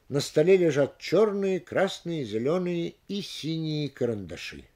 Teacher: Если перед существительным перечислено несколько определений прилагательных, имеющих общий признак, они также не акцентируются. Ударение падает на существительное, с которым сливается последнее прилагательное.